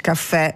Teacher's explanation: Allora, tecnicamente l'accento grave sulla E indica una vocale aperta